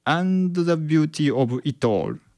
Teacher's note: ビューティーのビューっていうのと最後のオールだけっていうのがこれ強く発音してるんですよね · Term: 強調のある音